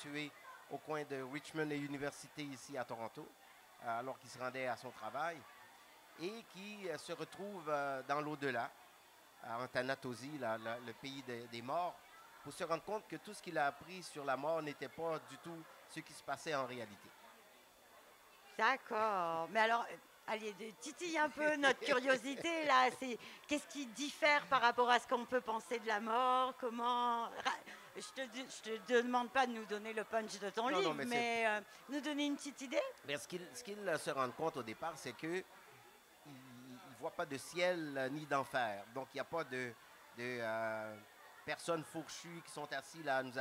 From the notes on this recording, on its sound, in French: au Salon du Livre Francophone de Toronto